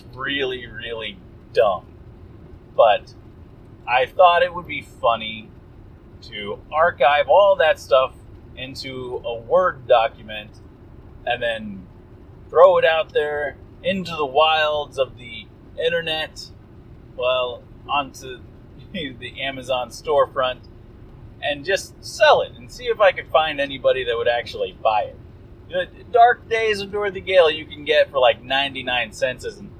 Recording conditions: poor sound quality